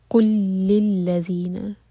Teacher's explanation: اور للذین کا لام مرج ہو رہے ہیں، ادغام متماثل ہے یہ. قل للذین، یہاں پر دو لام پر شدہ ہے تو میک شیور کہ دونوں لام اسٹرانگ پڑھے جائیں. قل للذین، اور ذال کو زانی پڑھنا.